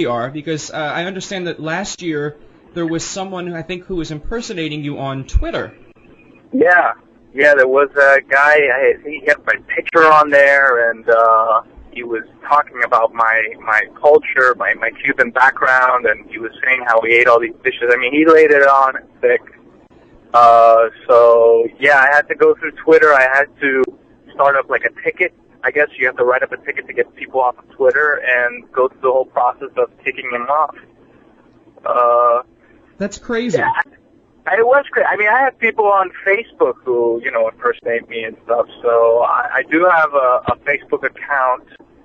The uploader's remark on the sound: some of the winners call